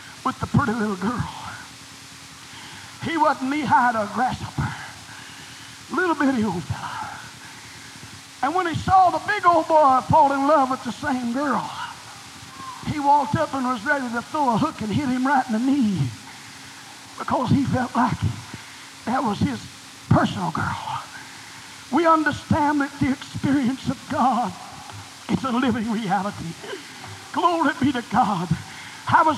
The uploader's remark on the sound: was delivered on September 27, 1987 at First Apostolic Church, North Vernon, Indiana